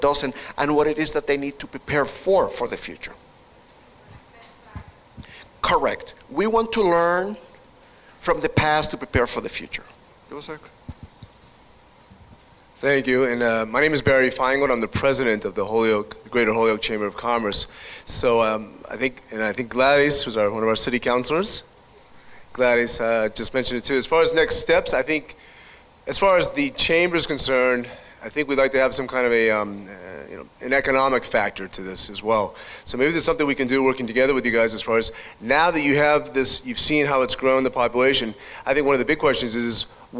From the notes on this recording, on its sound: This is the audio of the public event presentation. Recorded at the Holyoke Health Center.